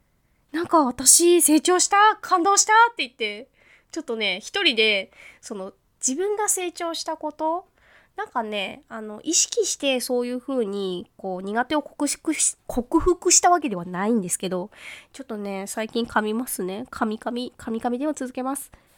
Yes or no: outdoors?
no